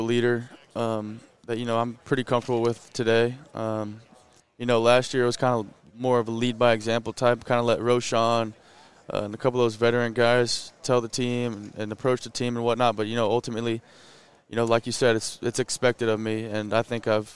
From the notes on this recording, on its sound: at Big 12 Media Days, from AT&T Stadium in Arlington